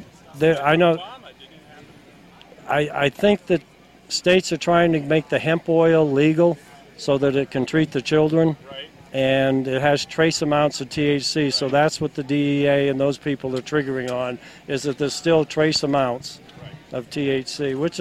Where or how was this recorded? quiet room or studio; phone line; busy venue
busy venue